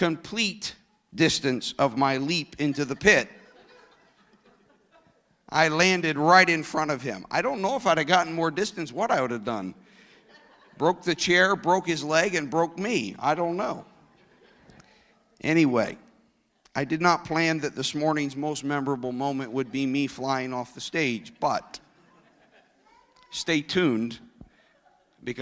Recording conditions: large echoing room